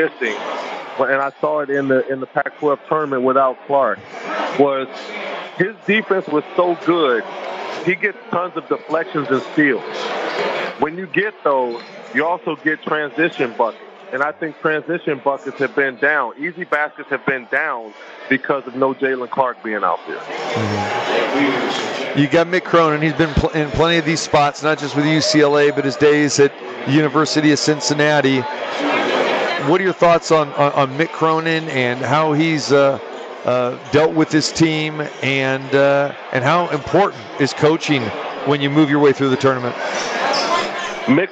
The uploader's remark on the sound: Live from the Super Book at the Westgate Las Vegas. While the opening round games are going.